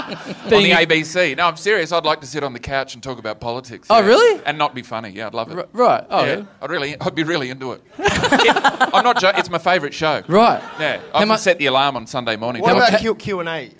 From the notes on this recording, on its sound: Recorded LIVE at the European Bier Cafe on Sunday, April 16, 2017.